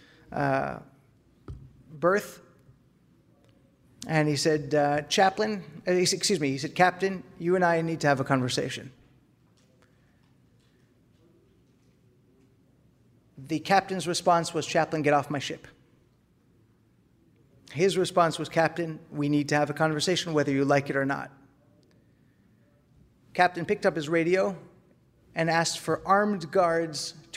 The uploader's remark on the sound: This lecture was delivered at the 16th annual National Jewish Retreat.